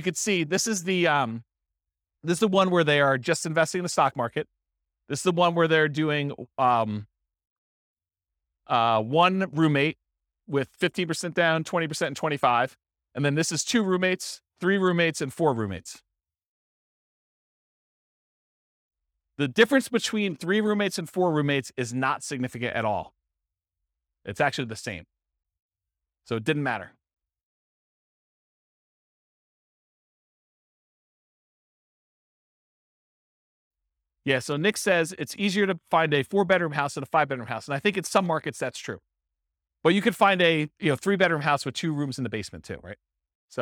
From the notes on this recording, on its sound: This was a live class recorded